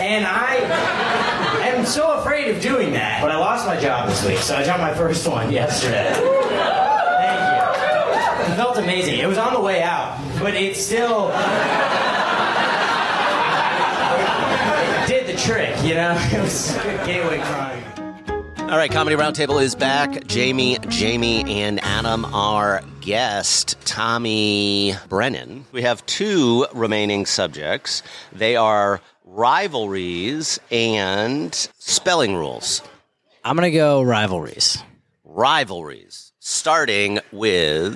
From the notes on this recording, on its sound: Recorded Live at the Punchline Comedy Club in Atlanta, Georgia.